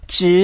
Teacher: 直 is the second tone, we go up and make it long